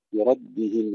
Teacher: كلمة بردهن تفخيم الراء ومباشرة ترقيق الدال